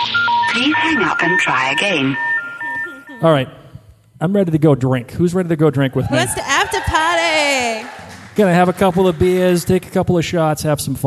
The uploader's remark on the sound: LIVE from Finale Party At The Colony House In Newport, RI